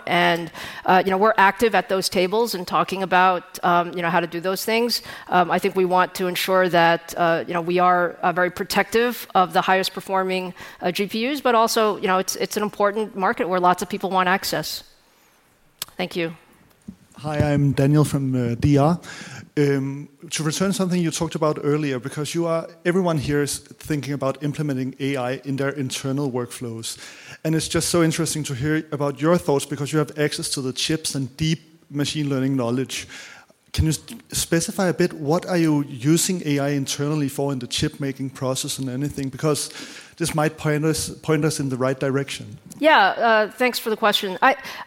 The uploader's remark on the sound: The Code Conference was this week, and we had a great time talking live onstage with all of our guests.